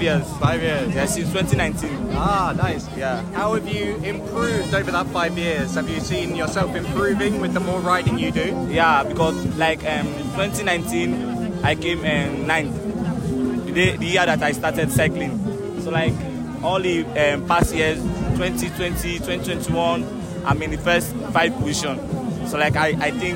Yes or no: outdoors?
yes